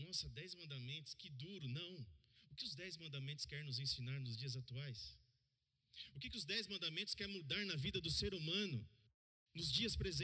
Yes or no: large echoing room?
yes